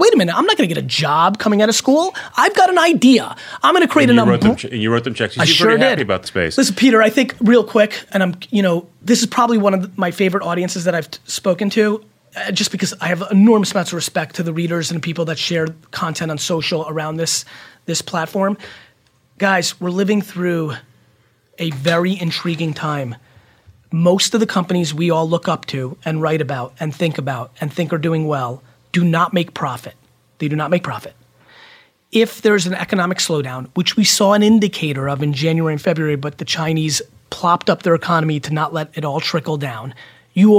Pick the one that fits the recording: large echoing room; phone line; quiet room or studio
quiet room or studio